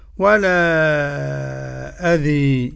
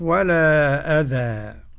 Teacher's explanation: وفيها الإمالة لحمزة والكسائي وخلف العاشر · Shown in: first take